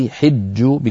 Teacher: حج بكسر الحاء على رواية حفص